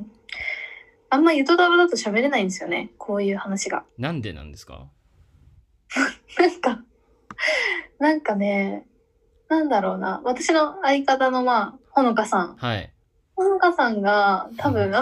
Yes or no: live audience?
no